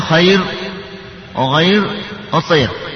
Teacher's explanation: ترقق الراء إذا وقعت بعد ياء اللين